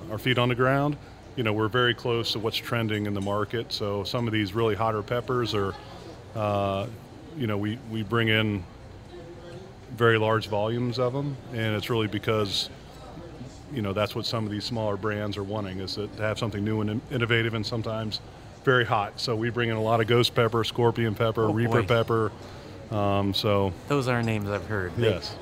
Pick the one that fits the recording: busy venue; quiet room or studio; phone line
busy venue